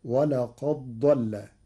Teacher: قرأ ورش كلمتي ولقد ضل بإدغام الدال في الضاد فتصير ولقد ضل للتقارب.